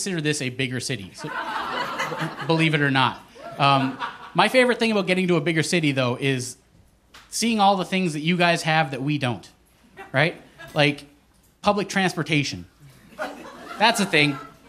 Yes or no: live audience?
yes